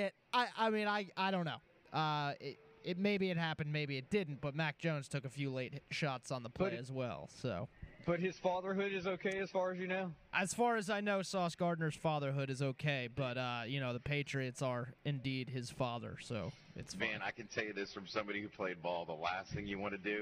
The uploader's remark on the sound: live from Wingfingers!